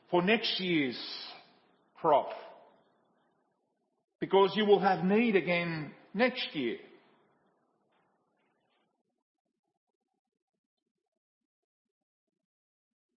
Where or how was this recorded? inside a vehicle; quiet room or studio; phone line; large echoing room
large echoing room